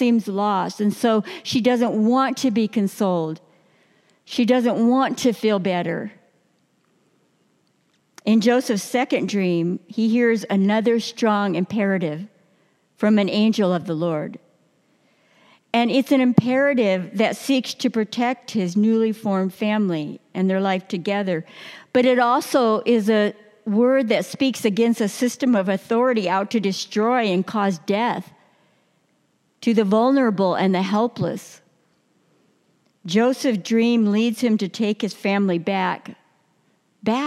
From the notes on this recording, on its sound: New Year message delivered during the 9:00 Worship service.